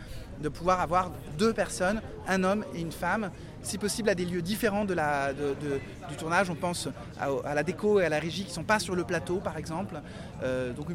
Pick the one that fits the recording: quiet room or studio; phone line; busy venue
busy venue